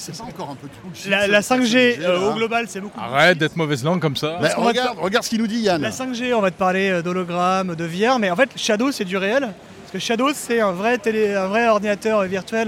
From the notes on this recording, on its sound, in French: On vous emmène en balade au salon Mobile World Congress de Barcelone.